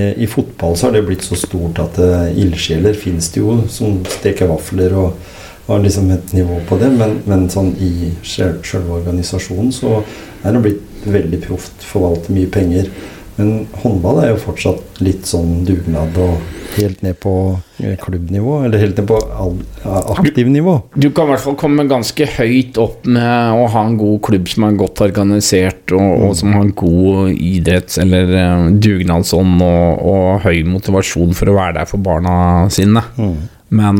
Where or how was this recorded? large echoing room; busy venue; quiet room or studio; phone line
quiet room or studio